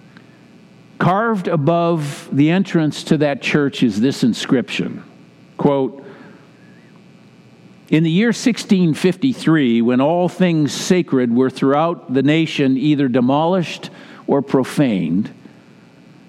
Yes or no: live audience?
yes